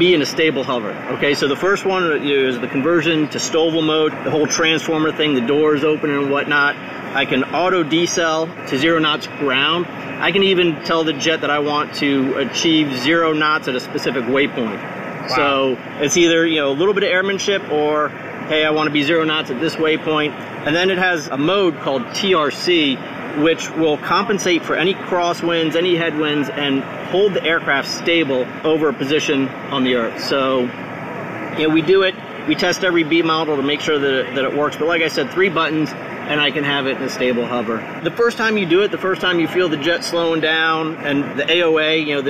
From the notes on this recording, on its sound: The audio isn't fantastic because it was recorded inside the factory.